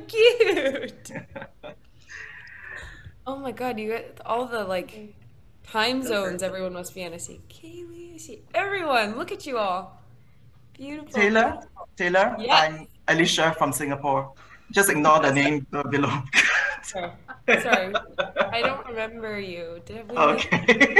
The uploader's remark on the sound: Post-Season 3 Zoom Party